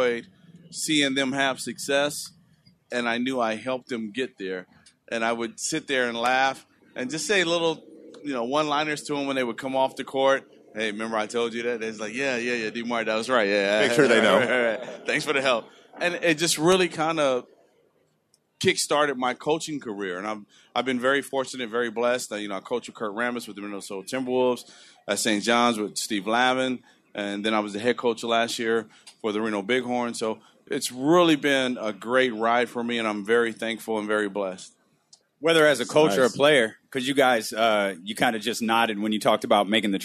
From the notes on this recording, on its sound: Live At Sports Fest.